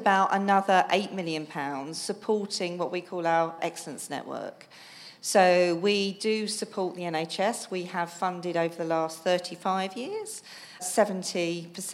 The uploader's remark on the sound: Live from Parkinson's UK! They also take questions and observations from listeners.